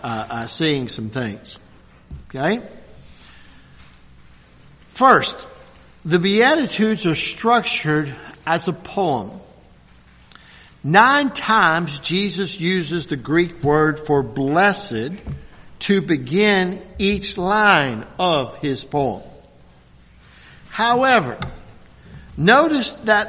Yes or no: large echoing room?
yes